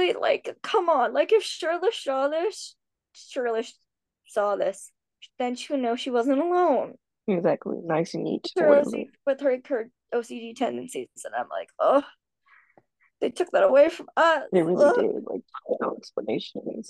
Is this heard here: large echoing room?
no